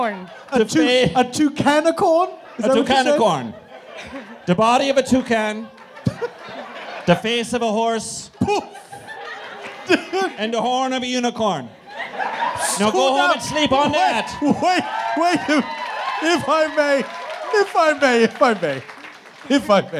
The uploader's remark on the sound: A special traveling edition of The Dead Authors Podcast. Recorded Live at Littlefield as part of New York's Superweek, Brooklyn, NY.